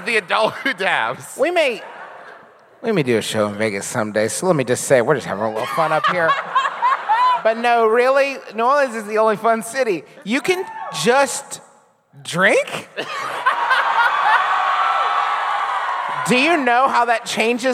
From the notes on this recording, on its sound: Enjoy our recent live show from New Orleans!